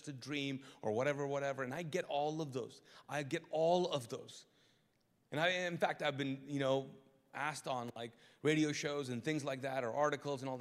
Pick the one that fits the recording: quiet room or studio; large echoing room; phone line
large echoing room